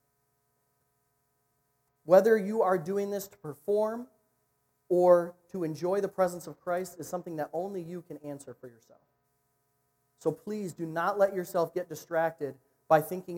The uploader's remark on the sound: Recorded at niteLIFE on Sunday, November 3.